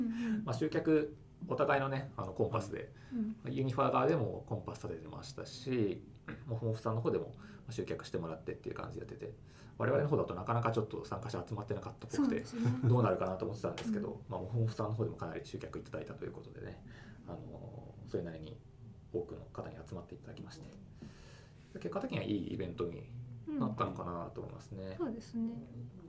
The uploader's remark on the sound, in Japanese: 貸し会議室で収録したため、隣の部屋のノイズが入っています。